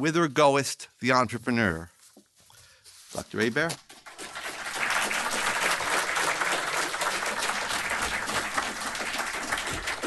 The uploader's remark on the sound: Recorded at the 2023 Austrian Economics Research Conference hosted at the Mises Institute in Auburn, Alabama, March 16–18, 2023.